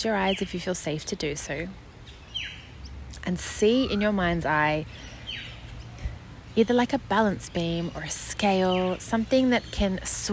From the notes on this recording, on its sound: Join me and the birds for this podcast episode (I recorded it outside, at a beautiful park, while my son napped in the pram next to me)